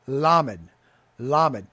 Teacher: And some people make jokes about that, but that is the nature of the Oriental languages and so forth as they mix those two up because they're very similar in that they're liquids. Lamed is called a palatal also because you put your tongue on the top of your mouth, your palate, in order to express it.